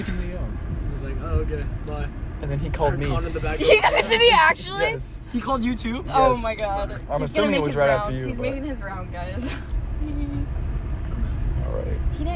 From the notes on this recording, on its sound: Segments recorded at the lock-in, cut short cause I didn’t record on account of being on aux most of the night.